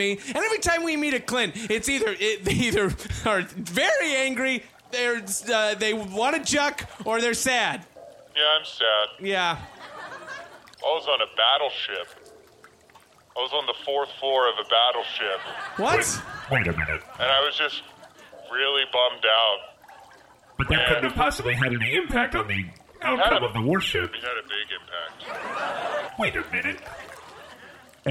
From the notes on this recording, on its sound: Recorded LIVE on 1/21/2018 at Caveat in New York City.